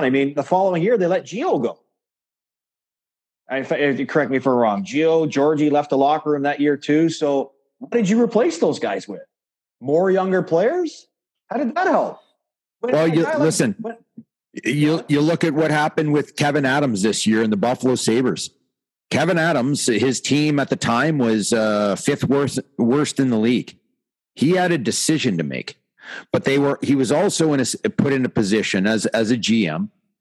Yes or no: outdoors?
no